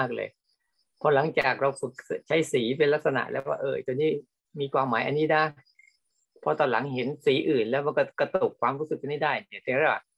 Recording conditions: video call